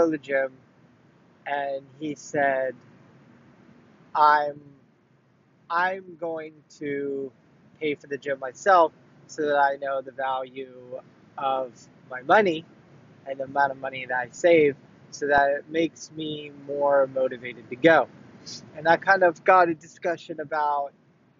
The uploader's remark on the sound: This weekend after the family dinner out for the Holiday season I got a chance to bring me and my brother closer. This is the talk I gave him in the car.